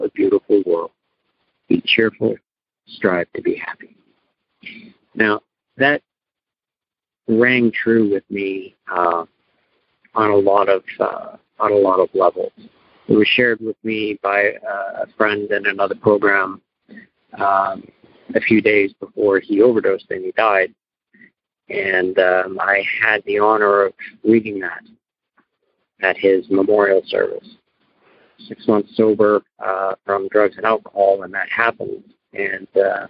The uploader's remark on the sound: Noon Phone Speaker Meeting